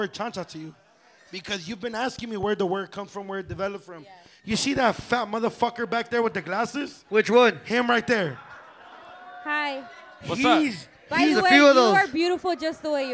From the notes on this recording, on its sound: Pop Up Live Show.